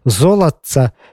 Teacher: пераход дт перад чц у доўгія ч і ц на стыку марфем